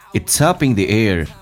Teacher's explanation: 但是这句话的核心词汇强调什么？强调 up 跟 air.